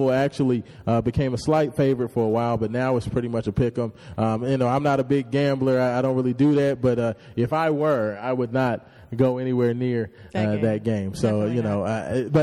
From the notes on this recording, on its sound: Live at Montogomery Chevrolet hosting our 2nd Annual Toy Drive.